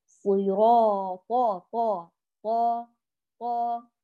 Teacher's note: هذا هو الفرق الوحيد الجوهري بين الطاء والتاء، كلها تخرج من ذات المخرج، كلها حروف نطعية وكلاهما شديد، إلا أن الطاء مطبق مستعلي مجهور، والتاء مستفل منفتح مهموس. فهذا إذا أخليت بأي صفة من هذه جعلتيه أقرب للتاء، فنقول صراط طا طا طا.